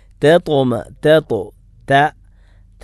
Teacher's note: ത വായ തുറന്നിട്ട് ഇസ്തിഫാലിൻ്റെ അക്ഷരമാണ്, തറക്കീക്കിൻ്റെ അക്ഷരമാണ്, ത തോ അല്ല. തേത്തോ തേത്തോ രണ്ടാമത്തേതാണ് തോ, അതിനാണ് തഫ്ഹീമാക്കേണ്ടത്, അതിനാണ് കണപ്പിച്ച് ഉച്ചരിക്കേണ്ടത്.